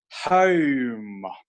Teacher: the way she says the word home, she stretches it out so it's like three syllables